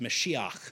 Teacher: kind of clear your throat on that last syllable there